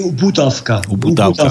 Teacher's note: Hovoríš F, ale píšeme V. · Term: spodobovanie spoluhlások